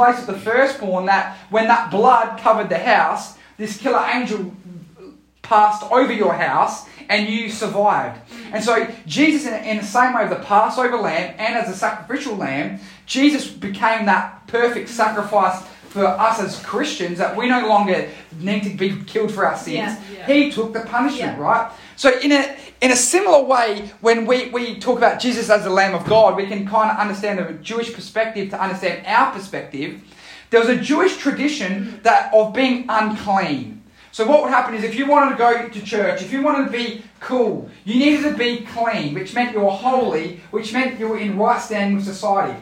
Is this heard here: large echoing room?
yes